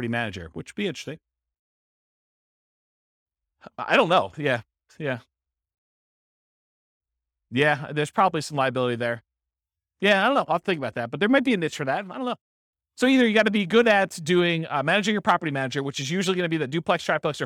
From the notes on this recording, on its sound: This was a live class recorded